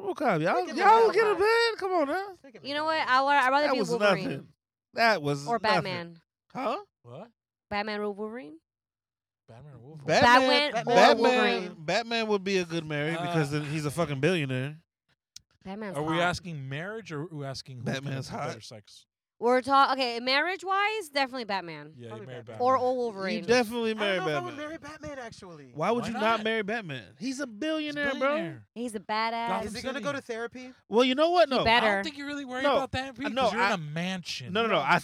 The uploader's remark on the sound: We are in the car. Recorded at Thank You Miami.